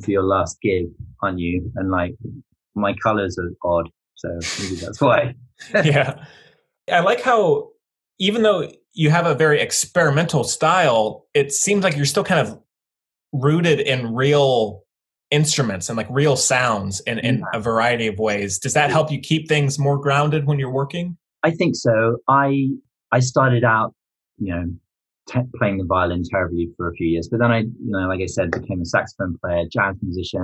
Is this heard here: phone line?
no